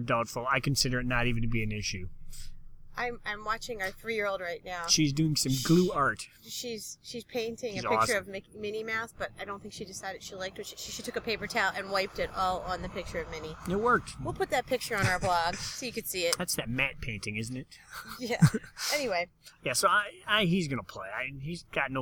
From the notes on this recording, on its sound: This week our Ankle & Foot Fantasy Football Podcast is live/recorded from Disney's Fort Wilderness Campground. Enjoy the sounds of nature/ Disney buses and golf cats all around us.